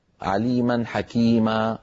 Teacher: التعويض عن تنوين النصب حالة الوقف بألف تمد بمقدار حركتين ويلحق بالمد الطبيعي. · Term: مد العوض